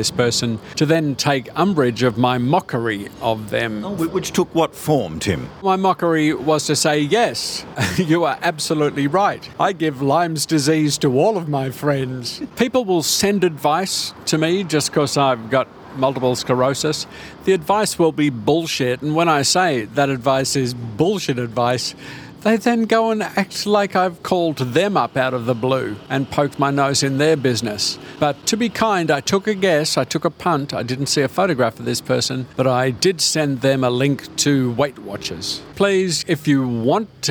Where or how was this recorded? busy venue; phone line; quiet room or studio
busy venue